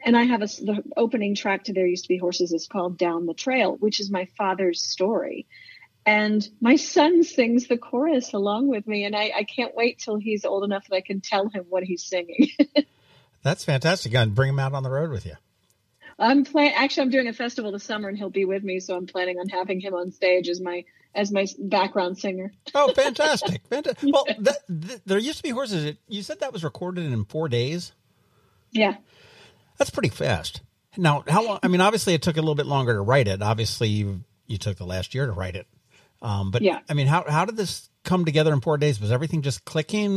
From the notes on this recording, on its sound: We hopped on the phone